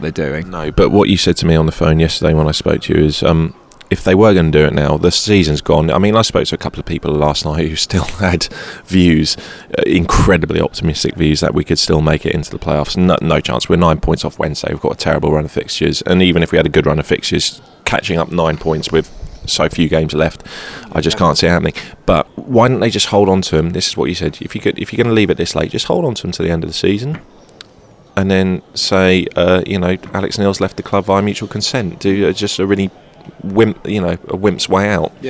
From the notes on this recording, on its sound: Live from the Blackburn game.